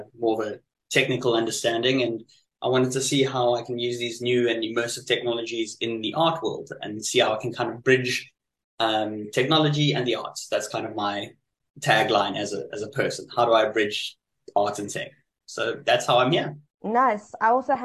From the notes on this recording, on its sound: recorded online in 3 different cities in South Africa over Zoom